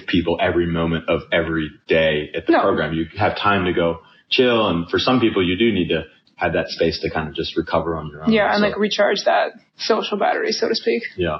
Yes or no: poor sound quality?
yes